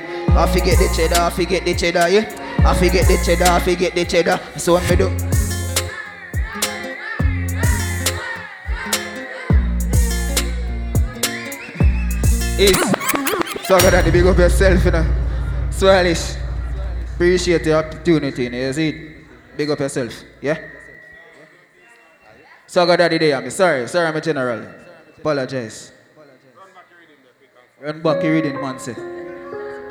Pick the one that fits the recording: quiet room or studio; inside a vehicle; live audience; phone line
live audience